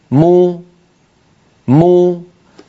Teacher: وإن أراد أن ينطق ميما مضمومة يقول مو، انظروا مو مو، فبتباعد الشفتين خرجت الميم وبانضمام الشفتين خرجت ضمتها